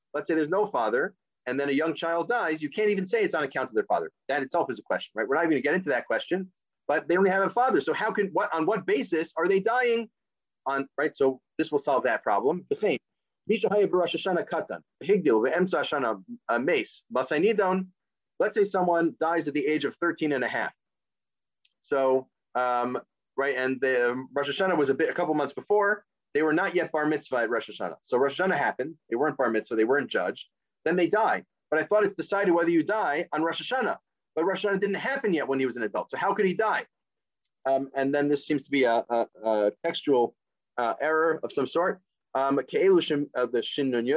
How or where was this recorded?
video call